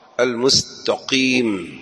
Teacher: فلو قال المستقيم كما في بعض اللهجات يحول القاف إلى غين المستقيم بطلت، لابد أن يخرج من أقصى الحلق القاف المستقيم وليس المستقيم ونحو ذلك.